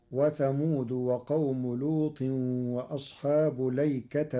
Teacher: قرأ ورش كلمة الأيكة بلام مفتوحة بدون همز قبل اللام وبعدها ونصب التاء